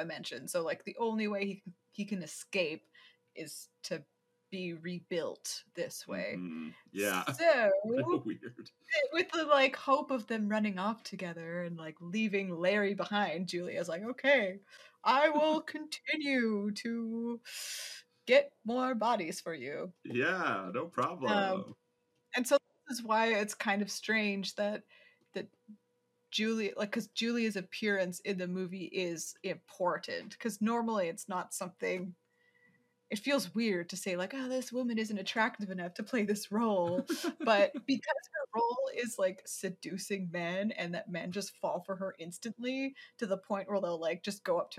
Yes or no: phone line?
no